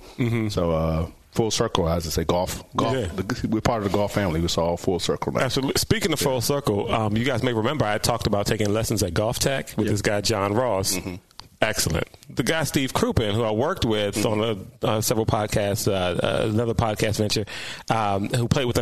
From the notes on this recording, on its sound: Recorded from Glendale Golf Club and shared their thoughts on the course.